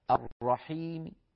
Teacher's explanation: ميم صوتها منخفض، صوت كسرتها منخفض · Term: الروم